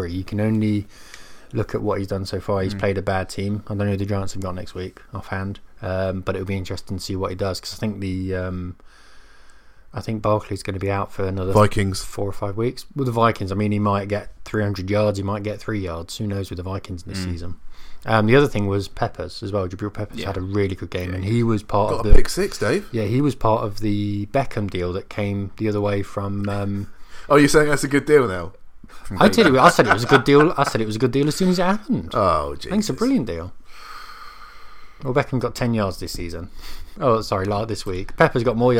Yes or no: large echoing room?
no